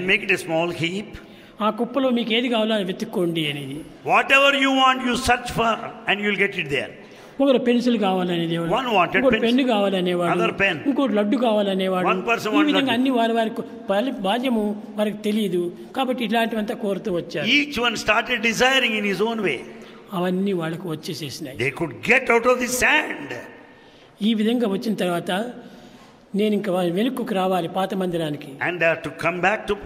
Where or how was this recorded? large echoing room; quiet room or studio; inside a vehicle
large echoing room